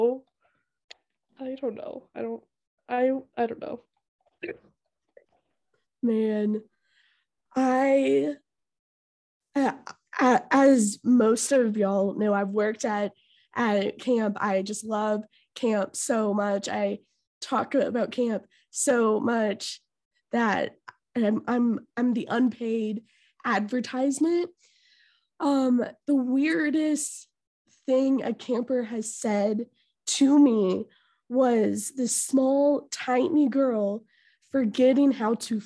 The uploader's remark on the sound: I do know that I do cough a lot as well as the bad wifi issues